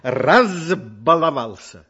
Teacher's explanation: Возьмем, например, «баловался» и получим «разбаловался». «Б» – звонкий согласный звук, значит, перед ним звук «з».